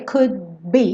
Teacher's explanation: Percebe que esse D não precisa ser could be. Eu só encosto lá a língua no céu da boca para fechar esse D, could be. E eu já tô fechando o lábio pro B.